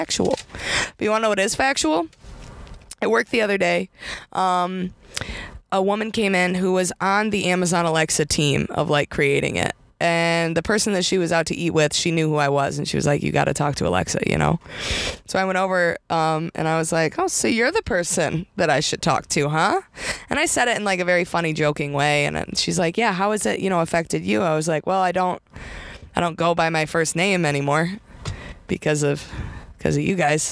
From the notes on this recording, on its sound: recording today’s episode in her new car!